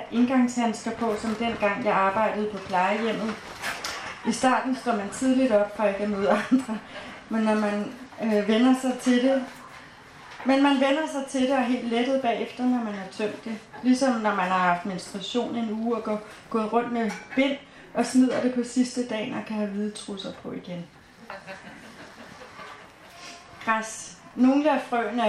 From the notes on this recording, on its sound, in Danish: Lyt med på denne live-optagelsen fra festivalåbningen, lørdag den 6.8.2022 i HF Prøvestenen på Amager. I teltet på plænen.